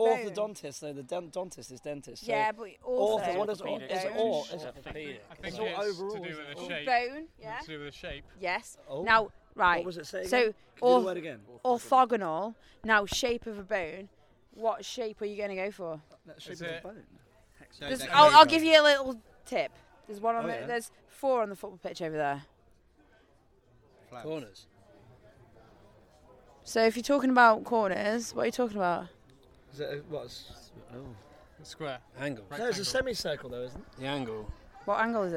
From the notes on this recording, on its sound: For a quick chat after they played at RockWich Festival 2022. For a quick chat after they played at RockWich Festival 2022 on possibly the smallest stage they've ever played on!